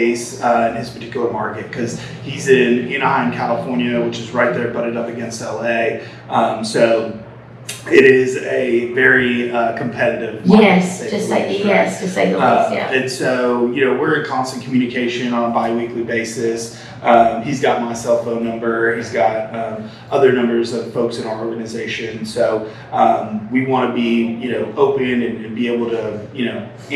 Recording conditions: busy venue